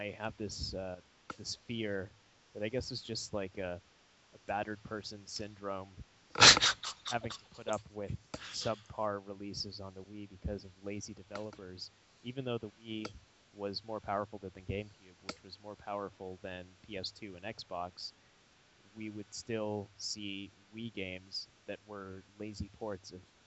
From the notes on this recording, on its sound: I’ve once again patched together a rough audio session.